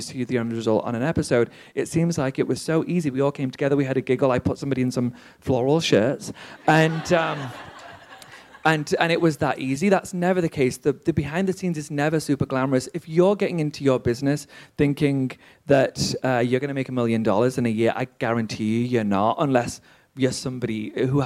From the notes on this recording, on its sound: This LIVE conversation from the WeWork Creator Awards where I was joined on stage. This LIVE conversation from the WeWork Creator Awards where I was joined on stage.